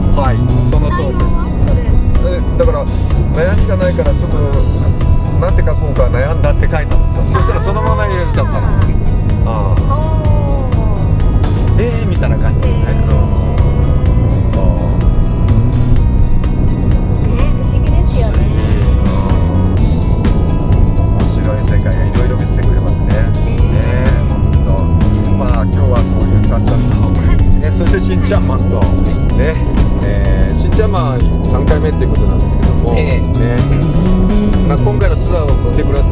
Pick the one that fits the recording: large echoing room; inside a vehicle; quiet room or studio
inside a vehicle